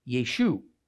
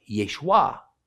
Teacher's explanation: Galilean Jews at this time dropped the A, the Ein, at the end of the word or a name · Shown in: first take · when they pronounced it out loud.